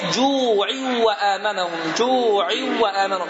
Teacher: N yazıda yazılsa da oxuduğumuz zaman tələffüz olunmur. Və i kəsrə ilə vav hərfinə keçilir. Vav hərfi 2 dəfə deyilir. Cu'in və əmənəhum deyə tələffüz olunur.